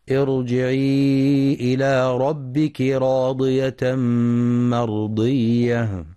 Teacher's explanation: في كلمة ارجعي الراء هنا مفخمة لأنها ساكنة وقبلها همزة وصل، وكلمة ربك راضية الراء مفخمة لأنها مفتوحة، وكلمة مرضية الراء مفخمة لأنها ساكنة وقبلها فتح.